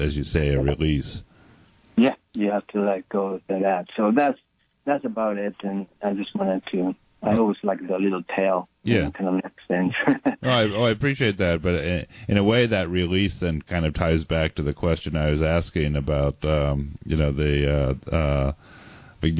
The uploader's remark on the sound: we speak by telephone